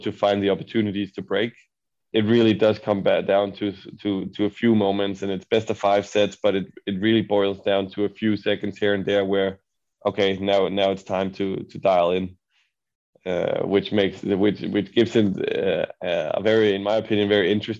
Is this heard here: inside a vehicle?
no